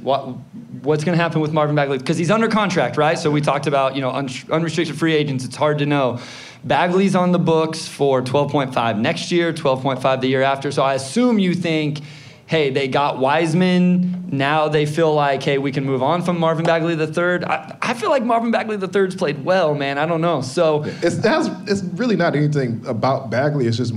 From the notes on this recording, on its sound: It's our first live show! Answering live crowd questions at Hopcat Detroit. Revel in the sounds of our first live taping.